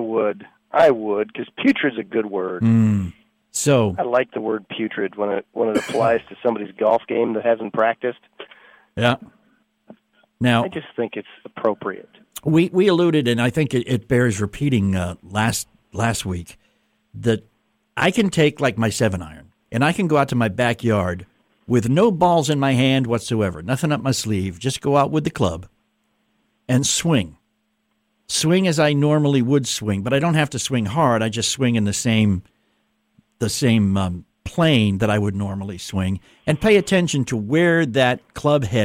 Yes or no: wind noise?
no